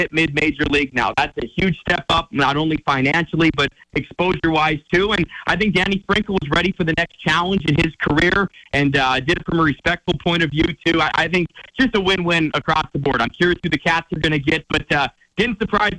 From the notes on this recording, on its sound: hops on the phone